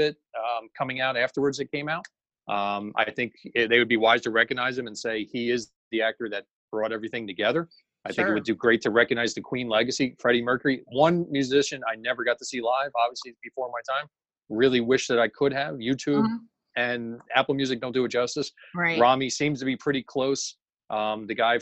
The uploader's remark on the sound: What happens when you put two pop-culture fanatic fundraisers on a Zoom call and talk about this year's Academy Awards?